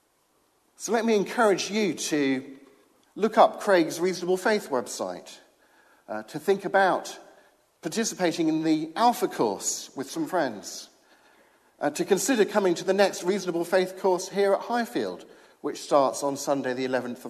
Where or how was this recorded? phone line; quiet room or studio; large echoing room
large echoing room